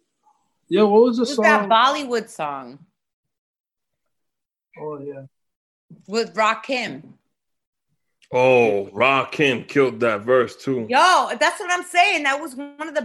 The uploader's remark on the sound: Celebrate Cinco de Mayo using ZOOM Video Conference.